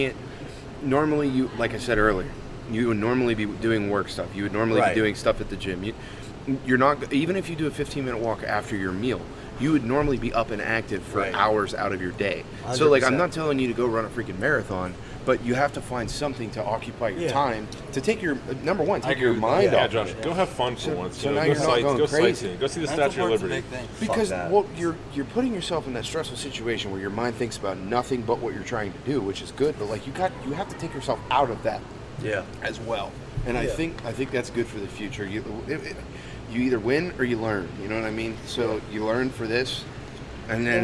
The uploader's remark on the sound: The 580 Show is back, live from the AIRPORT!